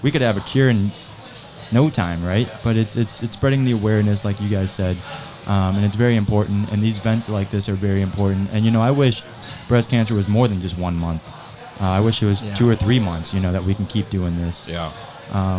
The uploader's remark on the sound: Join us in this episode recorded at the Live Real Men Wear Pink Charity Event at Cavo Lounge in Naples Florida.